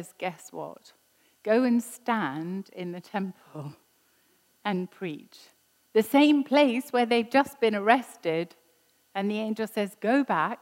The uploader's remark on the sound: This was recorded at Skylark Church.